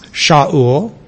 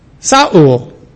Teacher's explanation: They could not pronounce Shaul. So instead of an SH, they just use an S. Saul. It's the closest they could come.